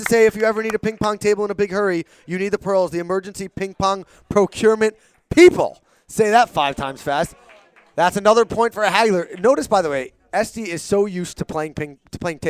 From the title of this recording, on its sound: Live from the OU- Table Tennis Tournament